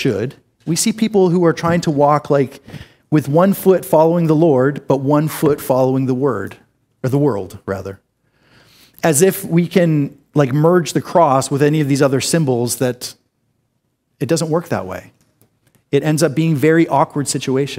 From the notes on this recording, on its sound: This is an audio recording of the second sermon in our series